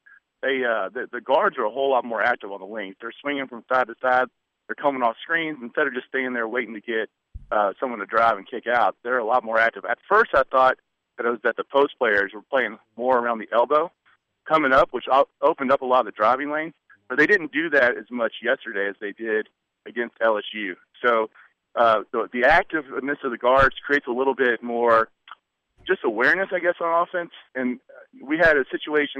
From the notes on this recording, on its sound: calls in from Atlanta